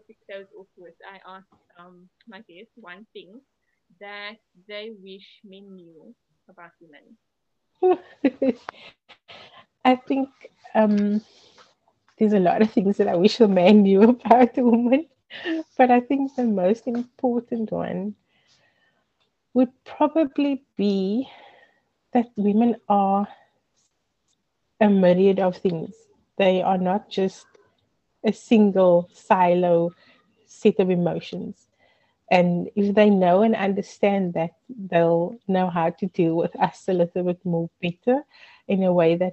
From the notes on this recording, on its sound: Big apologies for the audio quality.